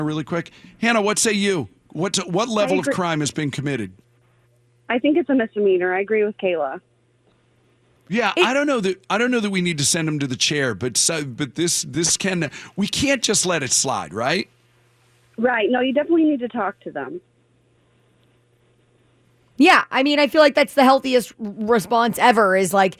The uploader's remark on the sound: the P1's who called in live to do their part